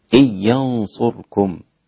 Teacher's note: أسقط الغنة هنا الإمام خلف عن حمزة